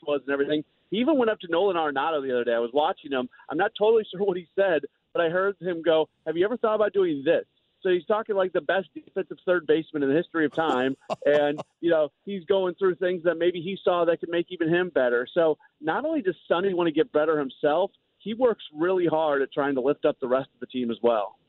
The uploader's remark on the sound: Calls in from Spring training. Live from spring training.